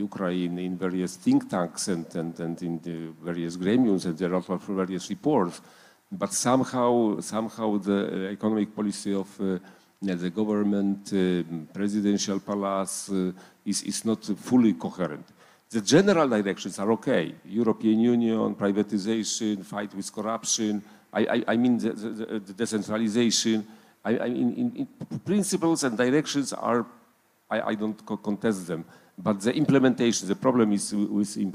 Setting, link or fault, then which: setting, live audience